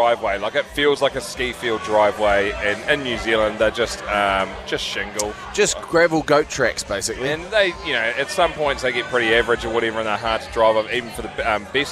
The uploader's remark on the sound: At a pub. From Last Place pub in Hamilton.